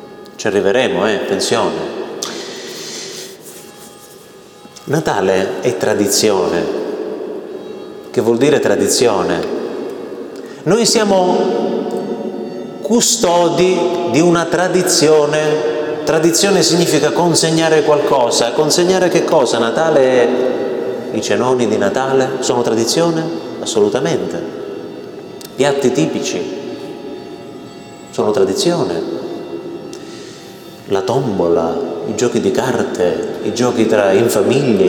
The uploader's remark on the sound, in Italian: Registrazione del mio intervento ad un gruppo di genitori i cui figli frequentano la catechesi nelle nostre parrocchie.